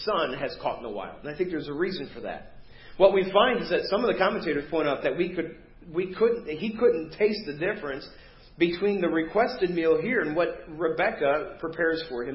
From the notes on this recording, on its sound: Preached at First Baptist Church of Hazel Park